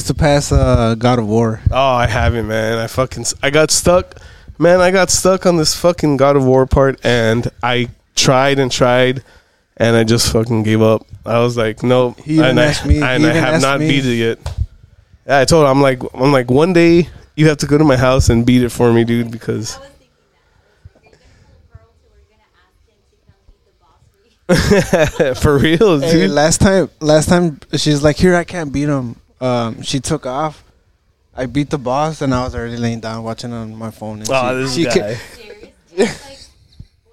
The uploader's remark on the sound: Recording from the King's Ink Tattoo Shop. Big shoutout to the King's Ink Tattoo Shop in Pharr, Tx for letting us record this episode there.